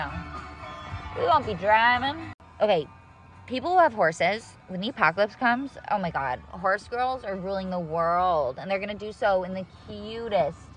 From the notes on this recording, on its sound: A drive or two in the Sub. Sounds of the Logan Square Farmer's Market.